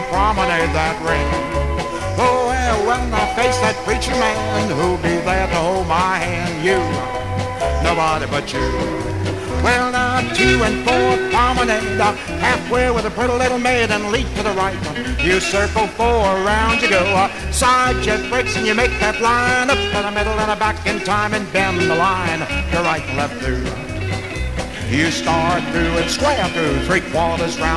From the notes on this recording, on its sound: Houston, Texas. Track eight, record one from the 1964 Blue Star Jubilee Square Dance held in the Sam Houston Auditorium.